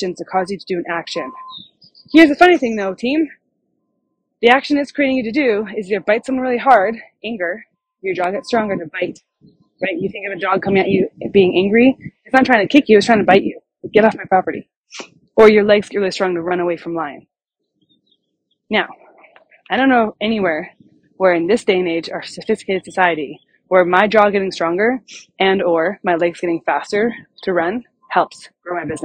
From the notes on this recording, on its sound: I recorded this podcast while I was walking, and so audio quality is not optimal.